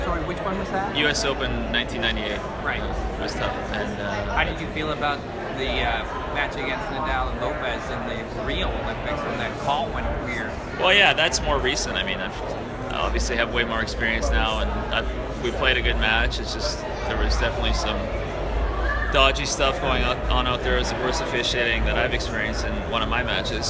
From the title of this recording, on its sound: Media Scrum Interview